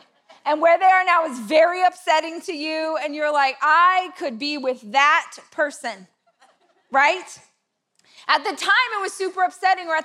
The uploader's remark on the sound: This is a keynote that I gave last year at my Rise conference